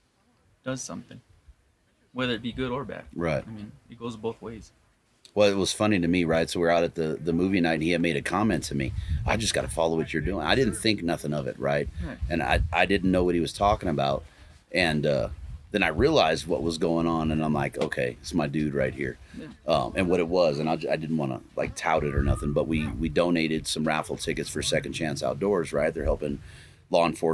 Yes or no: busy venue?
yes